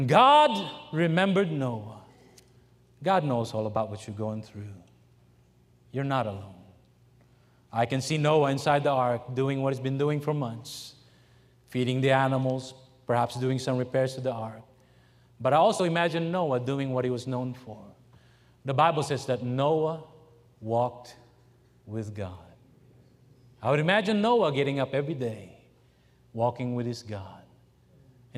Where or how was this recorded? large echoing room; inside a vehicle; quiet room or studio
large echoing room